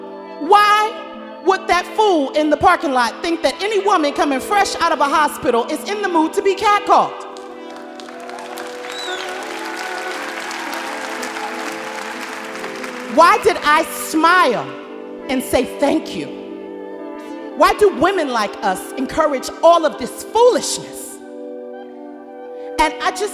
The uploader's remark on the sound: Snap LIVE! At The Paramount